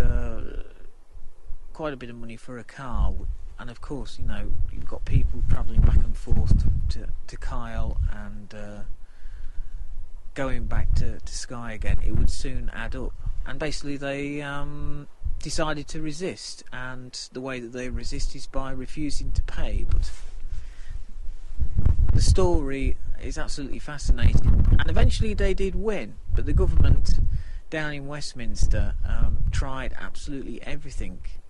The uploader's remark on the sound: The recording were made at various points of the stay including a rather blowy podgram from the top of the Quiraing.